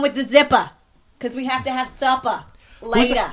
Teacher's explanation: she has no R's at the end of her words